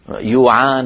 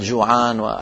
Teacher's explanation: قلب الجيم ياء كما في شرق الجزيرة العربية · Shown in: first take